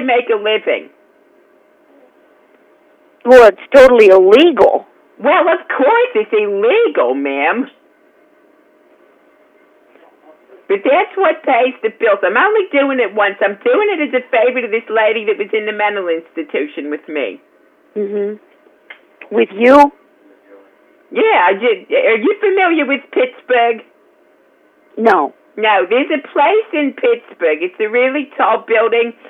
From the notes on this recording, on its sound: Prank Phone Calls